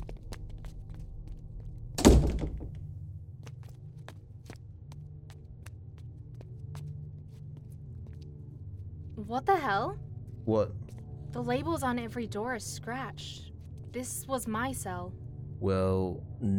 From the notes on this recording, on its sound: In the van.